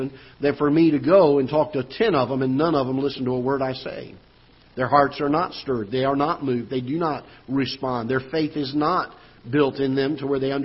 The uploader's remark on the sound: Ketha Heights Baptist Church ~ Live Broadcast